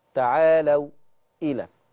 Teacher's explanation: سكت على الواو عشان ورا منها همزة